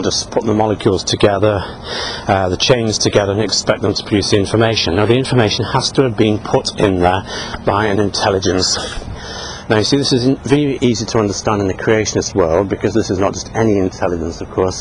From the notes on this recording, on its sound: While out walking his dog, Fraser.